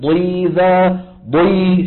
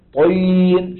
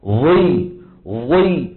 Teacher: شوف مع أنه الضاد مكسورة بس صوتها هالقده كبير · Term: الاستعلاء